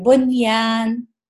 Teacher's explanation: بنیان کلیئر پڑھیں گے، بنیان، اس کو ادغام کرنا نہیں ہے ہمیں